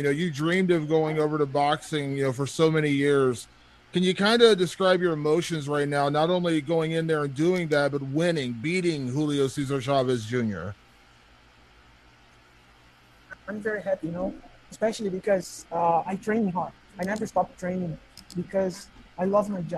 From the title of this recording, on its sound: Post Fight Media conference